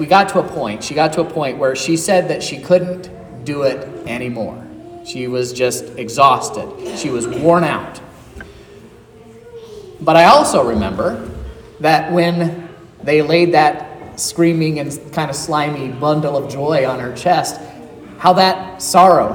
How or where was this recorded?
large echoing room